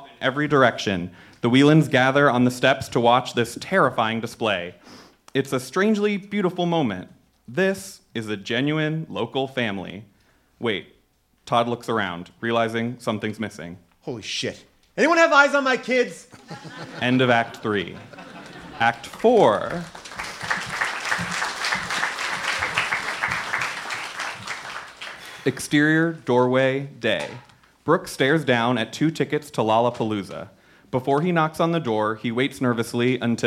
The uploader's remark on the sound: This is also the first pilot we recorded live since the pandemic began so you’re going to actually hear some real laughs!